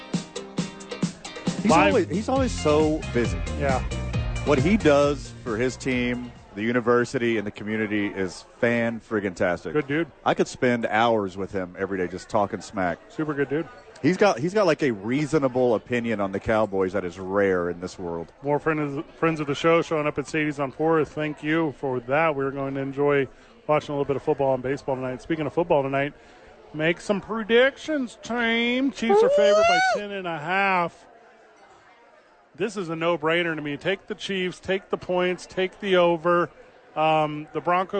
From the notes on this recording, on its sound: live at Sadies